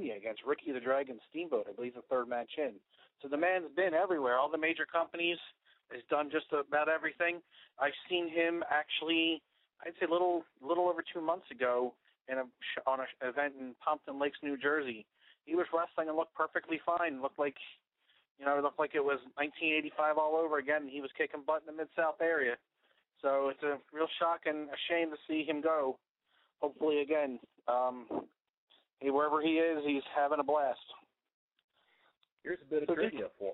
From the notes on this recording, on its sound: We got a phone call